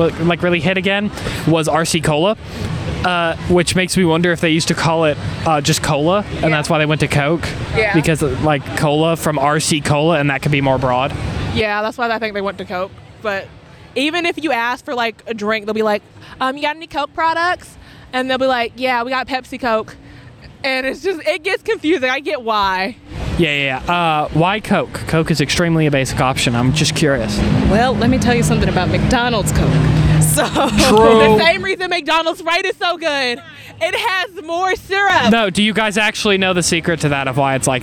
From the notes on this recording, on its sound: On location at UNA's homecoming football game! Listen in as they pull people from homecoming festivities and have fun on the spot interviews!